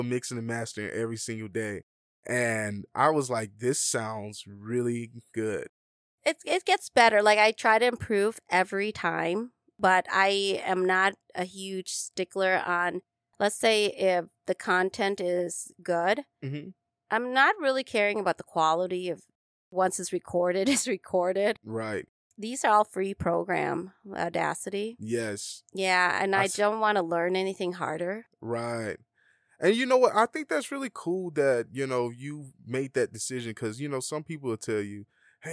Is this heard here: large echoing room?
no